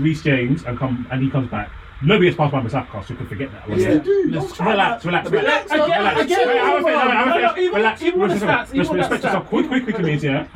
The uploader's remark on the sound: Once again sincerest apologies for the poor quality audio this week.